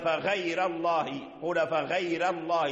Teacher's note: ترقيق الراء لأن تقدمت ياء ساكنة